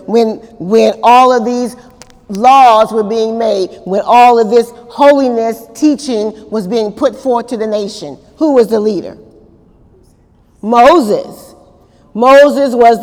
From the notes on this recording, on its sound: During Wednesday night service on April 11, 2018